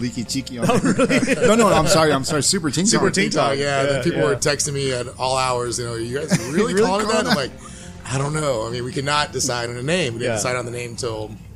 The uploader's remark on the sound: On this episode we come to you live from The Bamboo Club in Long Beach, California.